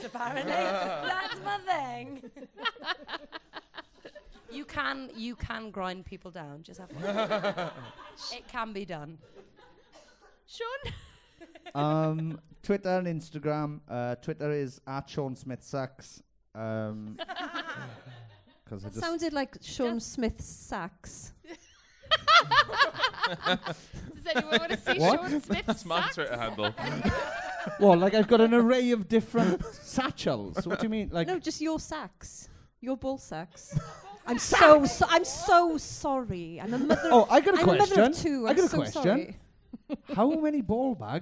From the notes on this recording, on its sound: It's another LIVE SHOW, recorded live at the beautiful Chapter Arts Centre in Cardiff. A very chatty audience.